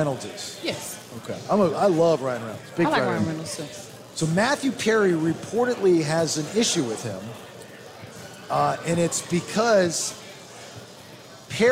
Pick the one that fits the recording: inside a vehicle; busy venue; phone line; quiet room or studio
busy venue